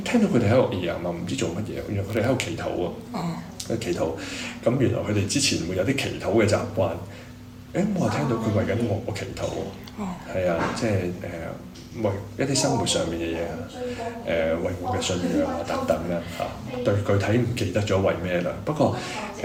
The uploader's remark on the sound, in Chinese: 錄製受限於場地和技術原因，音質有些毛病，請見諒！